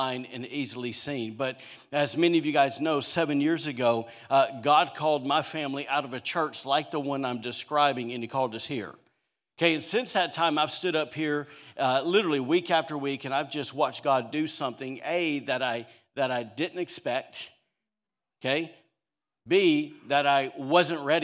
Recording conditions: large echoing room